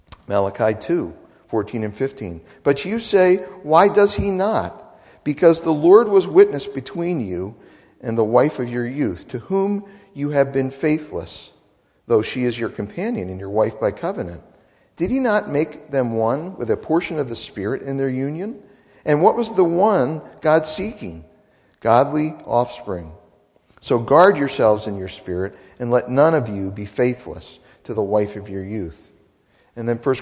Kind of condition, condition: setting, large echoing room